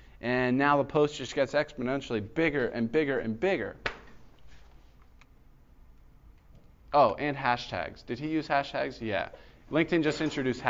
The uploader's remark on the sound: This was a lecture given at Florida Gulf Coast University